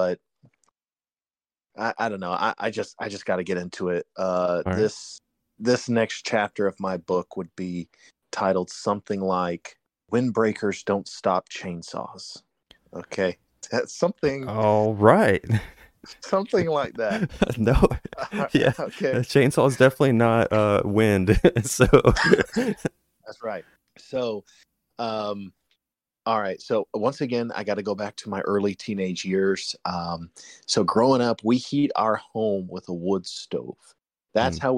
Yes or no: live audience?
no